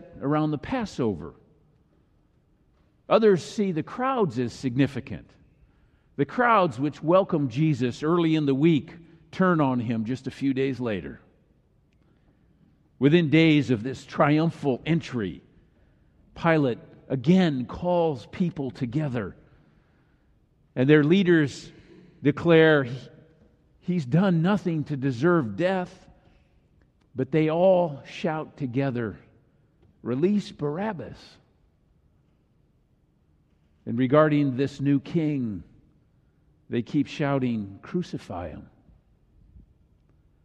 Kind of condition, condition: setting, large echoing room